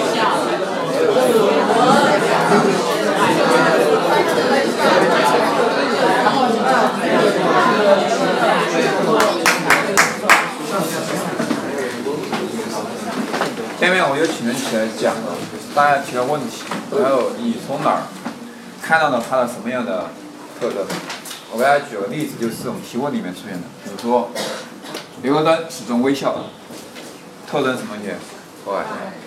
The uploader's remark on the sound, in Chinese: 虽是高中课堂录音